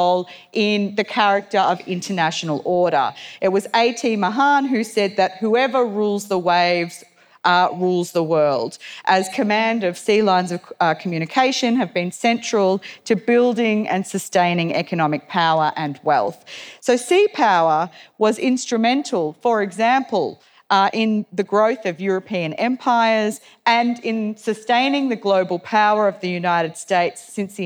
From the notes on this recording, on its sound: address at the Australian Naval Institute’s Goldrick Conference held in Canberra on 19 October